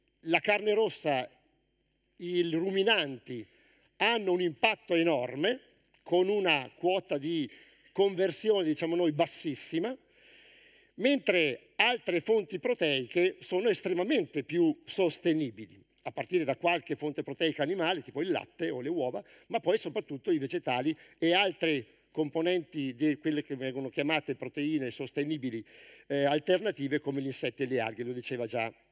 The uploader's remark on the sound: TEDxTrento. This talk was given at a TEDx event using the TED conference format but independently organized by a local community.